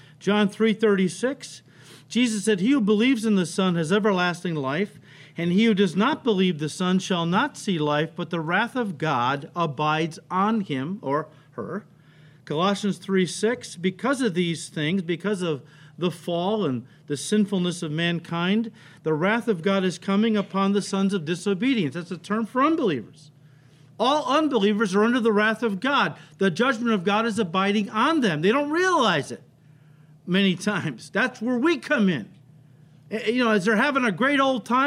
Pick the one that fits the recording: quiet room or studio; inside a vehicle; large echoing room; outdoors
large echoing room